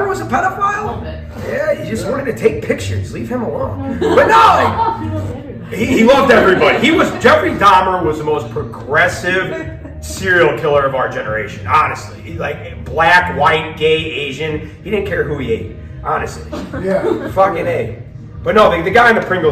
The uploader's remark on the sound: LIVE from CUSUMANOS